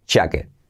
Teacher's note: es como una CH, pero activando las cuerdas